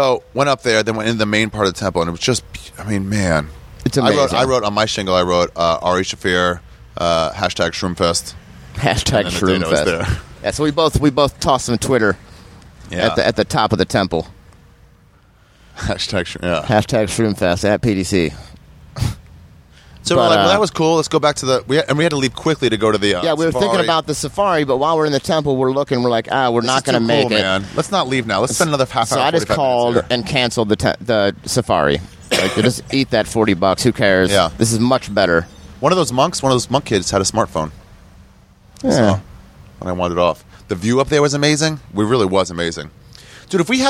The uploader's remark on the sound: Sat down outside the airport in Chiang Mai, Thailand to talk about all the things we saw out there.